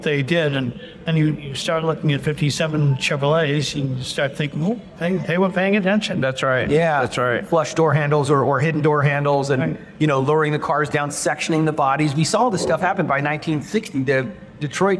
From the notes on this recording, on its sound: On the Road at the Chattanooga Motorcar Festival.